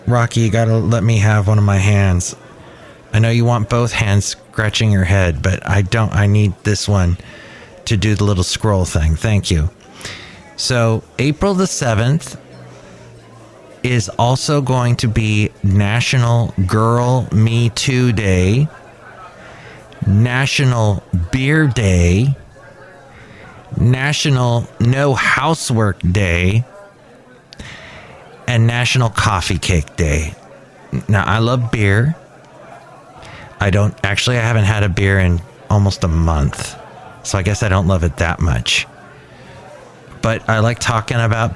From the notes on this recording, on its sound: podcasts live from Cafe Anyway